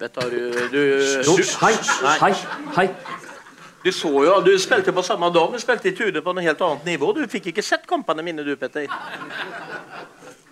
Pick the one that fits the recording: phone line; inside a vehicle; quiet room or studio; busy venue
busy venue